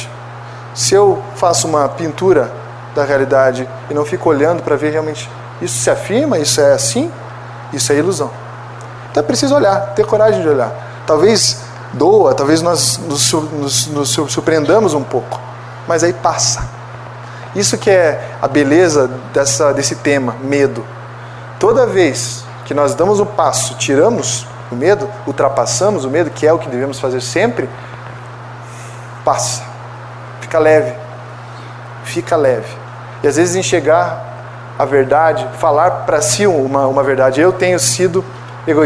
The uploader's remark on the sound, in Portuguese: Palestra ao Público